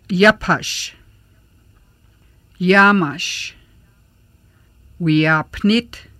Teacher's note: The Y sound is made by the mouth in the same position for the vowel, I, then moving to position needed for complete sound of Y.